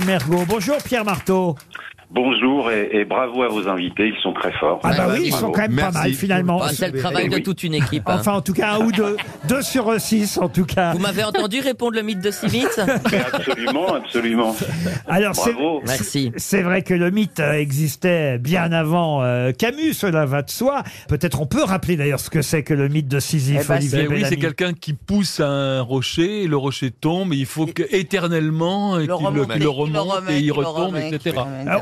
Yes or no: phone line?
yes